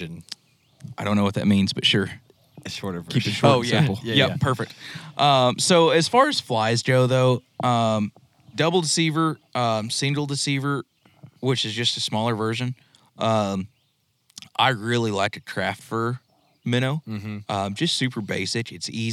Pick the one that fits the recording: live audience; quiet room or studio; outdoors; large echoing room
outdoors